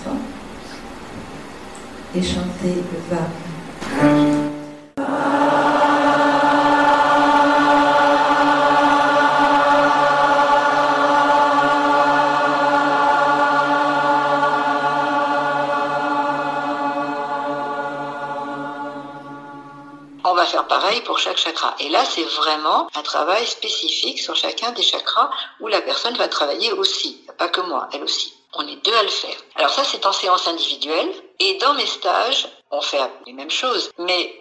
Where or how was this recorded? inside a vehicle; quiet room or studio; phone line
phone line